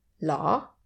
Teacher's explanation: It's written as 러, but actually we always say law without rolling the tongue. And many times when we speak fast, it becomes aw.